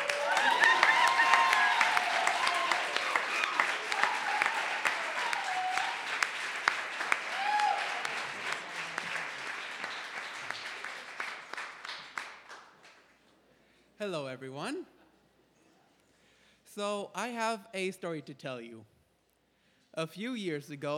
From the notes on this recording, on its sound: Live Christmas Gala Coffeehouse! This week on Wittenberg Radio features Wittenberg Live!